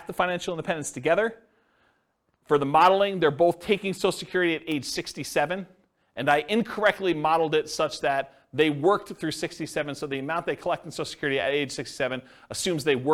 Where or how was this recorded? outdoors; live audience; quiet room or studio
live audience